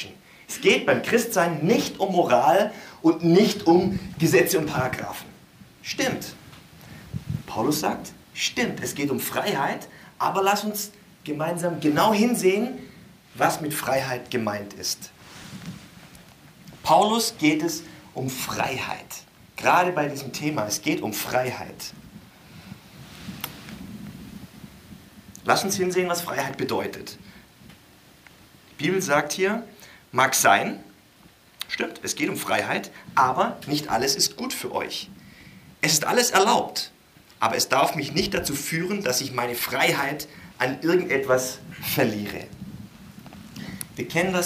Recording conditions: live audience